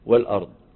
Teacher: لما بننطق الضاد لا نستعمل الخيشوم